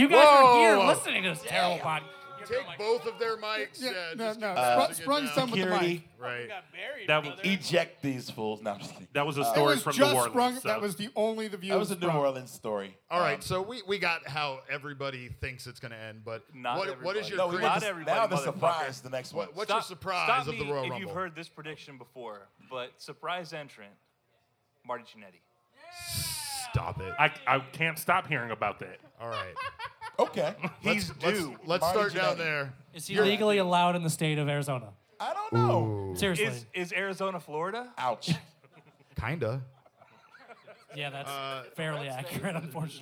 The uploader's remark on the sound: We did manage to capture the audio of our live show at Crescent Ballroom.